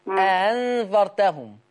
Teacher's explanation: الهمزة الثانية مسهلة، تتردد ما بين الألف، ما بين الهمزة والألف. · Term: التسهيل